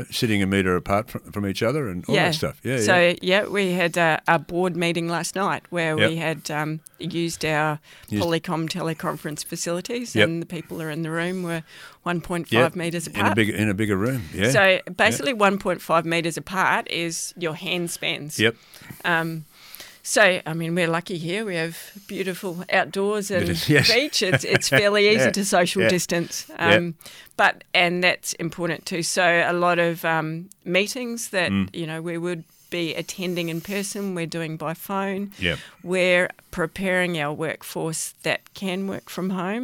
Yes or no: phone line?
no